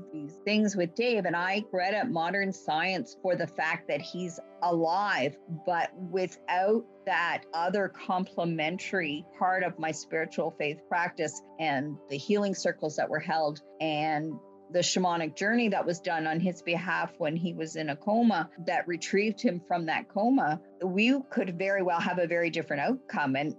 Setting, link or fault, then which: link, video call